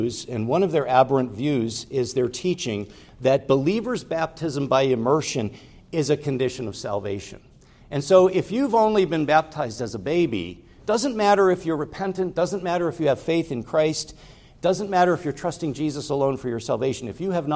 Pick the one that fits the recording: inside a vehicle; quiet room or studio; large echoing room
large echoing room